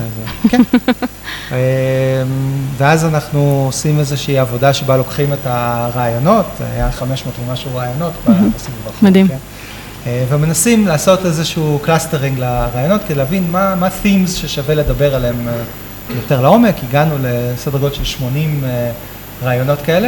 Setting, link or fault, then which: setting, busy venue